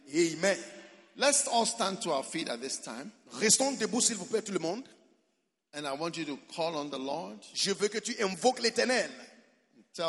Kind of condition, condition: setting, live audience